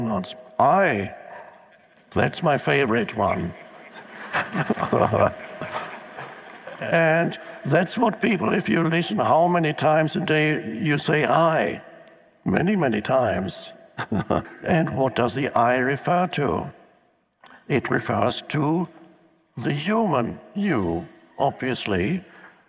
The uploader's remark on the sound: talks with an audience